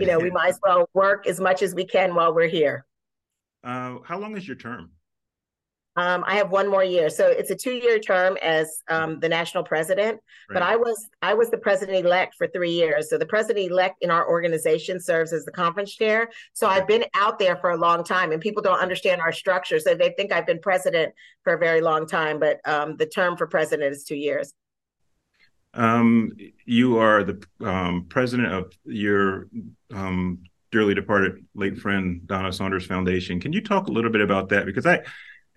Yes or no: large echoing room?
no